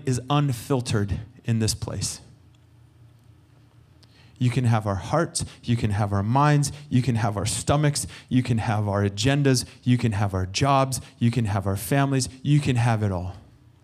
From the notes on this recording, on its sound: Recorded sunday evening service